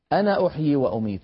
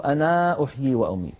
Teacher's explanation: كلما رأينا كلمة أنا فإن ألفها لا تنطق عند الوصل · Shown in: first take